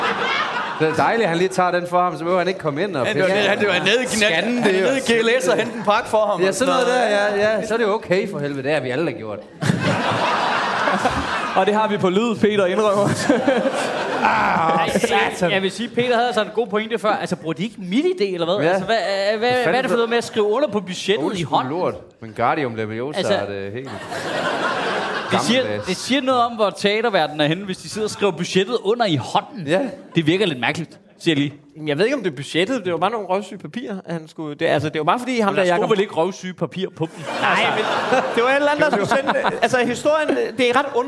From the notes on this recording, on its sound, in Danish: Optaget live på Comedy Zoo